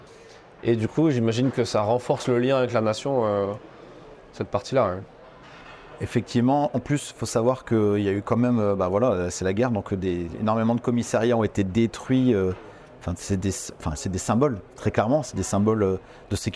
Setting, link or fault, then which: setting, busy venue